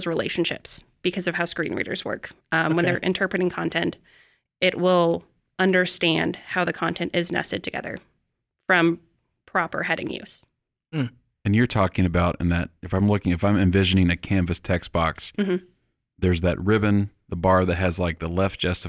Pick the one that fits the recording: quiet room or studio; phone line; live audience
quiet room or studio